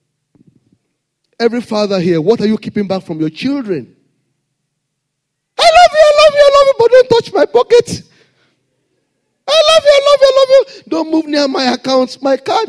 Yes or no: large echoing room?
yes